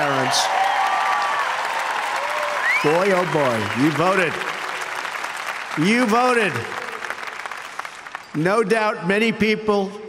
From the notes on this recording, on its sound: delivers a keynote address during the commencement at Liberty University on May 13, 2017, in Lynchburg, Virginia.